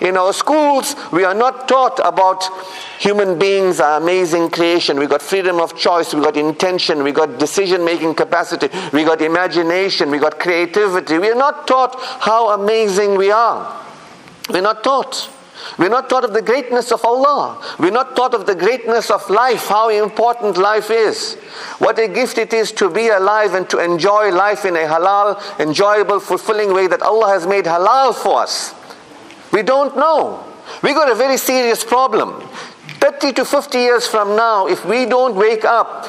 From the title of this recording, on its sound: Jumu'ah Lecture 48 - Ottery Mosque